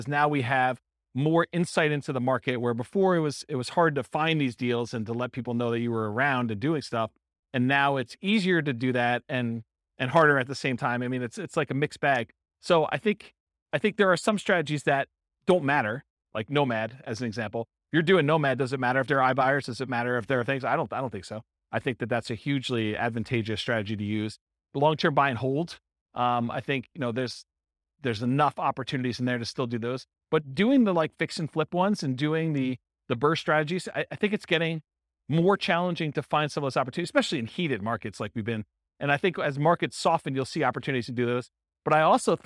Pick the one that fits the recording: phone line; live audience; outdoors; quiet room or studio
live audience